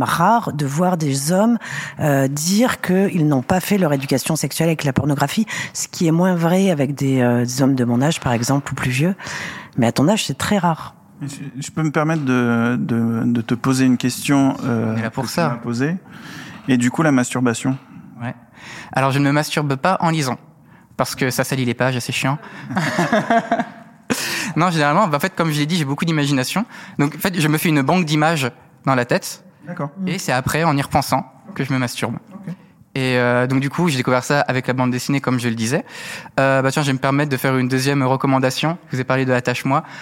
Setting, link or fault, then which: setting, busy venue